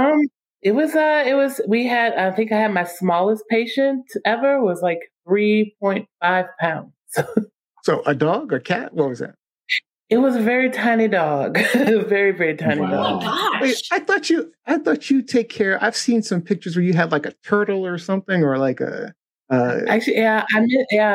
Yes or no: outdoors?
no